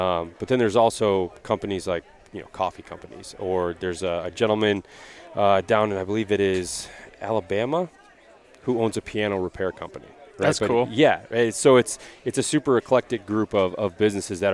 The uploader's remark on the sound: Live from the TOTAL ARCHERY CHALLENGE in Crystal Mountain Michigan.